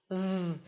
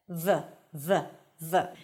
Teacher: the V sound is created by bringing the bottom lip to touch the top teeth